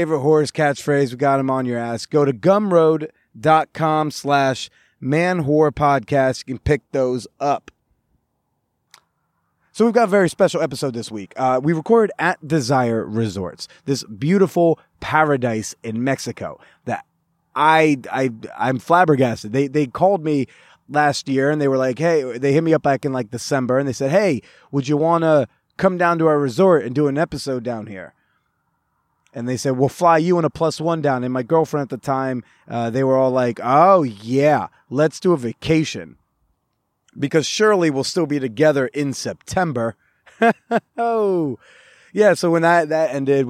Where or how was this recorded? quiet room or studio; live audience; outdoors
outdoors